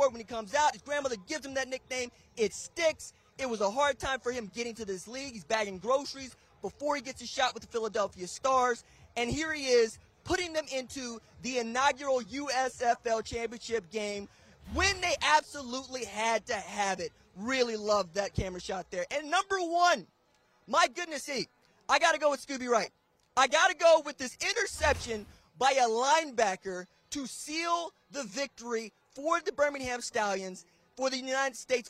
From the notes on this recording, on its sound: LIVE on the field in Canton, Ohio